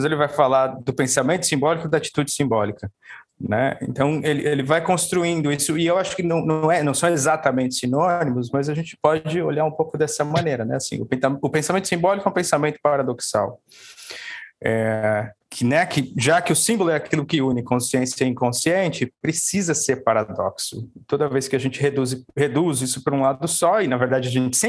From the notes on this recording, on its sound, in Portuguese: Neste episódio gravado em live pelo instagram